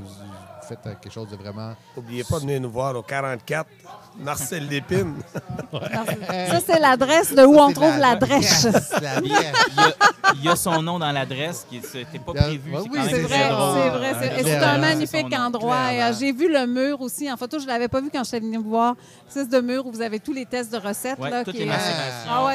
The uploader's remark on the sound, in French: En direct du tout premier GinFest Boréal